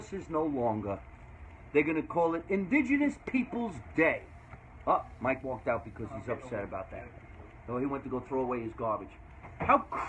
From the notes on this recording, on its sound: Back in the Laugh Factory green room after their first show of the night. Before they rush back on stage.